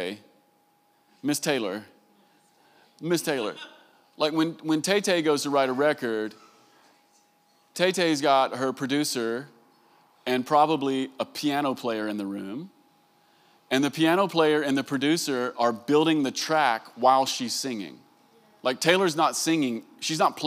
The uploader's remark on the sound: Recorded live at the Vineyard worship gathering "Come Holy Spirit" in June 2023.